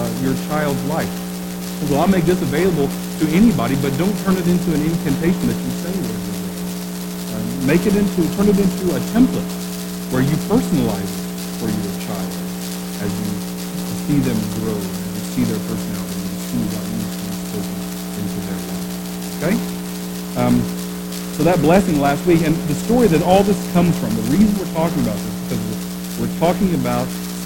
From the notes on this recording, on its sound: We apologize for the poor quality audio.